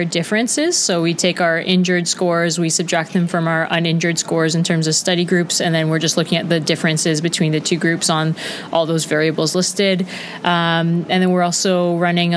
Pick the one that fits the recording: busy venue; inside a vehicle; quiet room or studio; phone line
busy venue